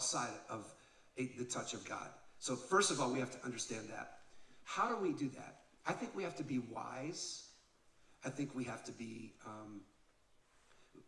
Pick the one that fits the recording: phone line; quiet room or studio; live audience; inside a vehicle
live audience